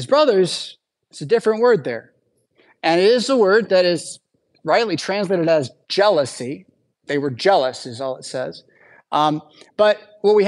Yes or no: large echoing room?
yes